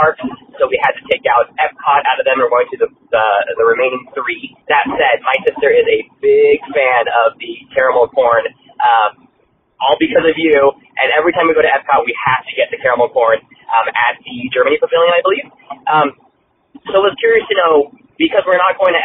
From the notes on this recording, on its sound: we're answering a bucketful of your phone calls